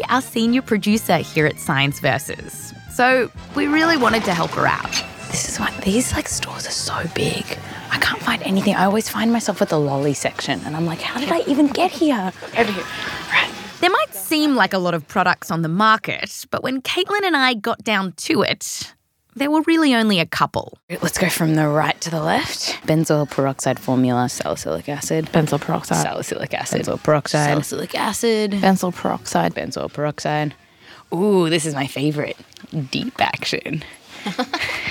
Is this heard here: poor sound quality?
no